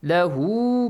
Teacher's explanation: Tiny waw, stretch the sound for two beats.